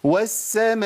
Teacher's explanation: نلاقي فيه ترعيد لحرف المد